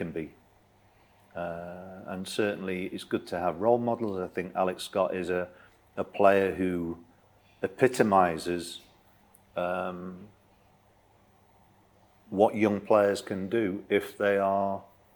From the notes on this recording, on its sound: Full audio from this weekend's pre-match press conference